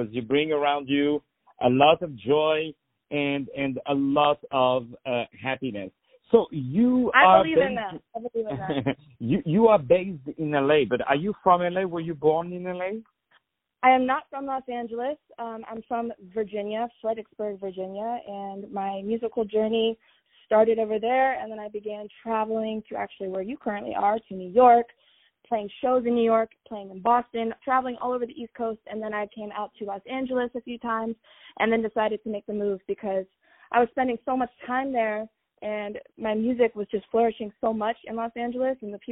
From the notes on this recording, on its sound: On the Phone